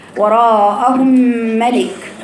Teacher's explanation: إضغام يعني الميم الأولى إضغام في الميم الثانية، عشان كده هنا وفي غنة، في غنة الميم مع الميم بقى في إيه غنة.